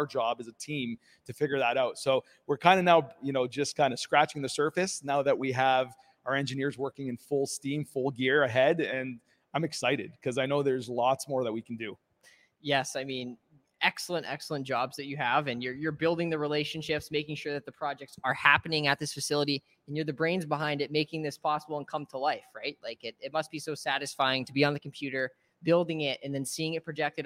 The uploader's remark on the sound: live at Windsor's Automobility and Innovation Centre